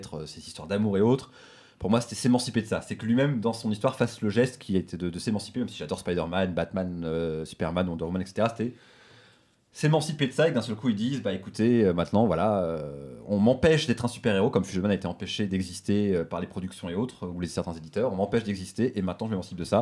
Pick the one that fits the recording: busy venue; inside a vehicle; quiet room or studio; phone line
quiet room or studio